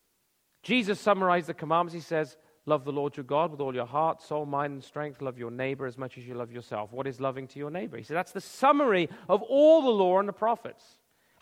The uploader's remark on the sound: Originally delivered at Belleville Worldview Conference, May 26, 2012.